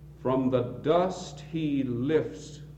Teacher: the stress takes half the bar and the two unstressed syllables the remainder · Term: binary grouping